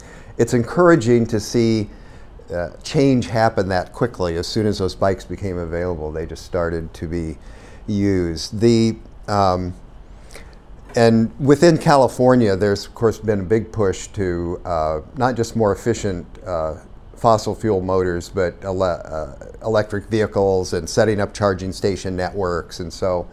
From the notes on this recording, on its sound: Live at the State-City Collaboration on Clean Energy Transformations.